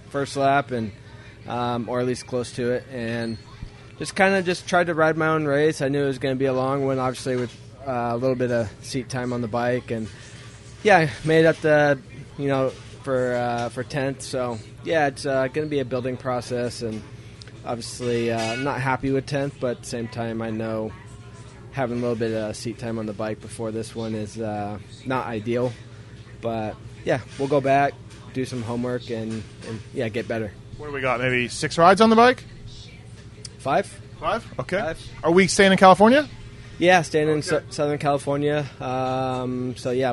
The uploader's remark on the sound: 2023 Houston SX Post-Race Interviews